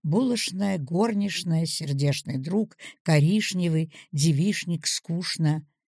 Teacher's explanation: в прошлом и совсем недалеком «ч-н» звучало как «ш-н»